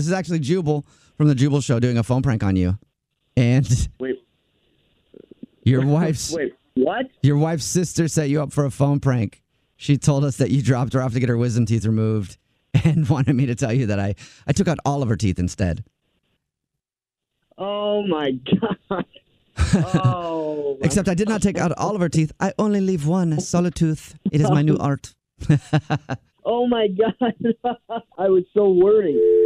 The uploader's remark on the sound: Phone Prank